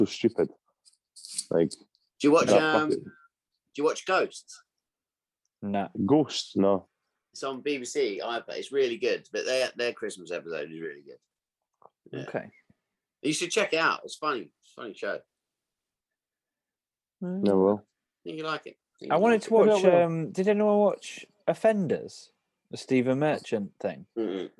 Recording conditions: video call